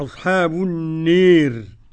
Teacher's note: قرأ أبو عمرو ودور الكسائي بالإمالة